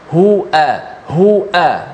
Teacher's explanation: hamzah dengan ha ni satu makhraj di mana pangkal leher kita